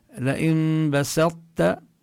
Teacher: الطاء لا نلفظها بوضوح، لا تكون مقلقلة لأنه ليس حكمها الإظهار